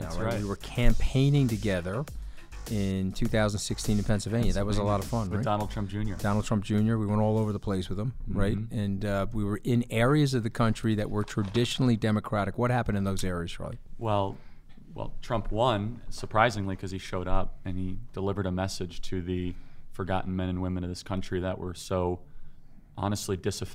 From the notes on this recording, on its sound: from the SALT Conference in Las Vegas